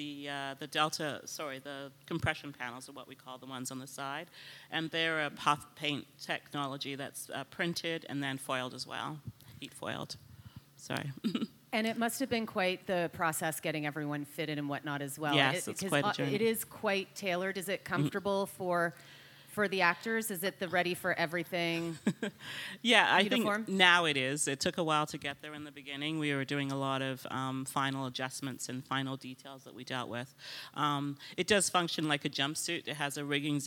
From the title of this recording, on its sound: LIVE at Toronto Fashion Week